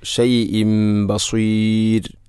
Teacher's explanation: ഷൈഇൻ എന്ന തൻവീനു ശേഷം ബ വന്നാൽ ഇഖ്ലാബ് എന്നതാണ്. തൻവീനിനെ മീമാക്കി മാറ്റുന്നു. ഷൈഇൻ ബസീർ. ബസീർ എന്നത് മദ് ഇഅറദുൽ സുക്കൂൻ, അതുപോലെ റായിനെ തർഖീഖാണ് ചെയ്യേണ്ടത്.